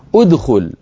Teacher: أدخل نضم الهمزة لأن الحرف الثالث مضموم · Term: همزة الوصل